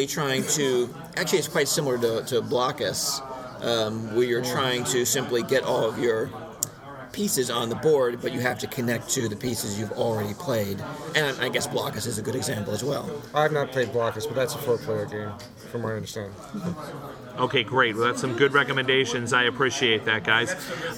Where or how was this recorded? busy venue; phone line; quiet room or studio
busy venue